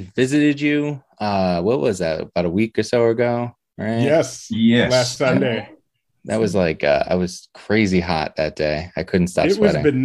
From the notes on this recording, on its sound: Recorded Live on Zoom on 8/30/2021.